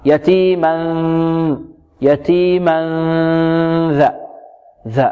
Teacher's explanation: يكون طرف اللسان مع طرف الثنايا العليا، نتهيأ لمخرج الذال مع الغنة · Term: الإخفاء